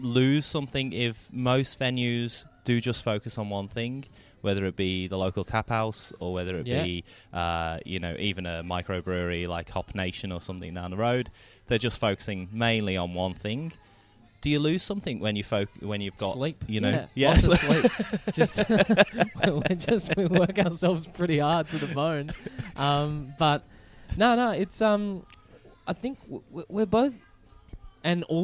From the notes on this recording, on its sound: The episode was recorded at Mr West in Footscray.